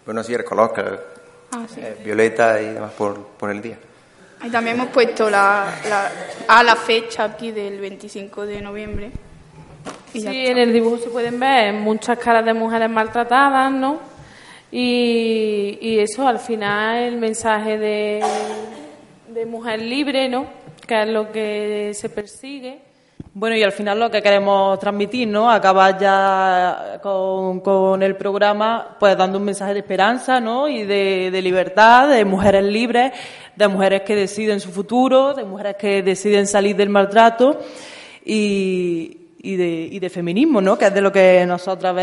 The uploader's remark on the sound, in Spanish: Voces Violeta desde la Casa de la Cultura. La Casa de la Cultura ha acogido el evento Voces Violeta contra la violencia machista. Ha realizado un programa en directo.